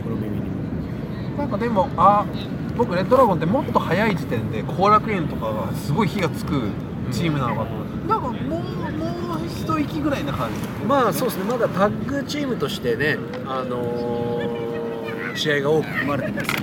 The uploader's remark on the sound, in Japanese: あのニューヨークのセントラルパークで屋外収録!!今回は、屋外収録のため、部分的に聞き取りにくい箇所がございます。